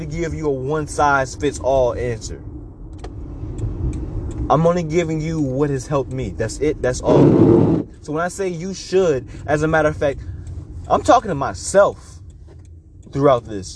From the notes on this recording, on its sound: I'm very sorry for the sound quality. I recorded this while driving in a snow storm, so you will hear my obnoxious windshield, repeatedly.